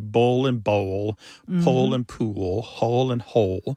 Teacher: And that L at the end of the syllable is known as a dark L. So the physical act of pronouncing that dark L kind of requires the back of the tongue to raise toward your soft palate. And that movement of the tongue pulls the vowel that comes before the L in a new direction. · For example, in the pairs that we talked about earlier, bowl and bowl, pole and pool, hole and hole, they all end in that L sound. And that L at the end of the syllable is known as a dark L. So the physical act of pronouncing that dark L kind of requires the back of the tongue to raise toward your soft palate.